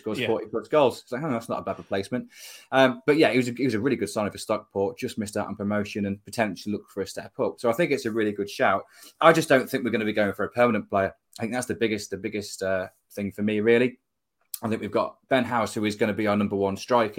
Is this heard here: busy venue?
no